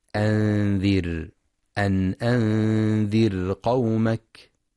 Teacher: وينتبه لترقيق راء أنذر لأنها ساكنة وما قبلها مكسور